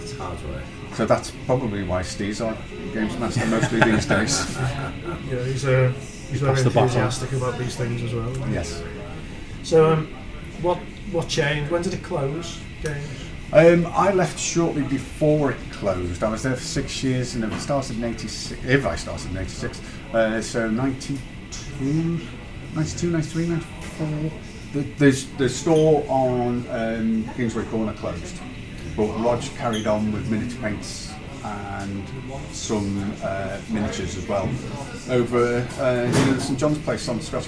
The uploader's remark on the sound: Recorded 'live' from the Geek Retreat Games store in Liverpool city centre.